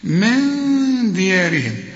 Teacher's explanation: نون بعدها دال، والدال من حروف الإخفاء، هنا في غنة واخفيها